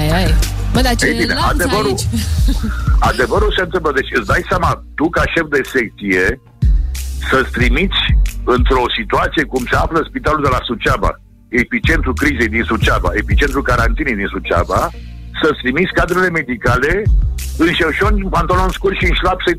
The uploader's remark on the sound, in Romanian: Live la telefon!